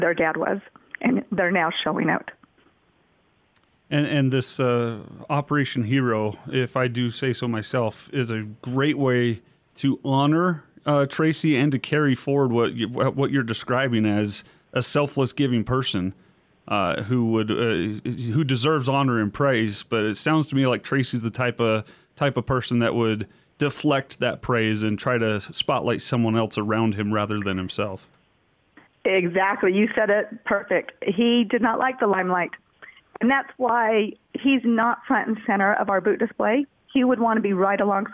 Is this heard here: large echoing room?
no